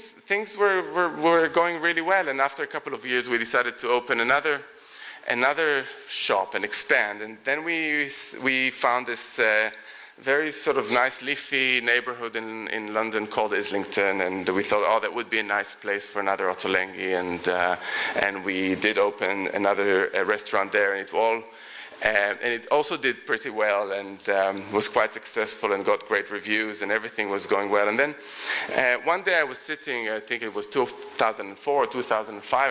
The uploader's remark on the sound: Recorded at The Tabernacle in London in May 2010.